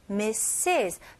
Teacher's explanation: 처음에는 S 발음, 그 다음에 두 번째는 Z 발음이 나와야 됩니다.